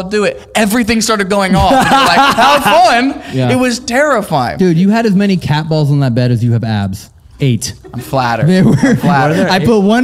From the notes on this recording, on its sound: This episode was filmed in front of a live audience at the haunted Whaley House in San Diego on August 10, 2022. We hear true stories of past hauntings from our audience.